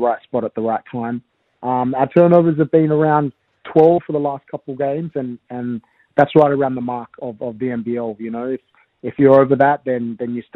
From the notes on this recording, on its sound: SEN SA. Jumped on teh phone.